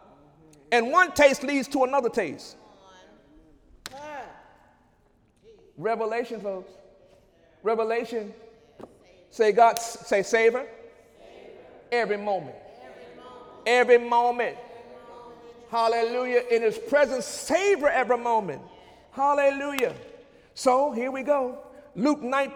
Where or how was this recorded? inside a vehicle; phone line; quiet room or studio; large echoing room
large echoing room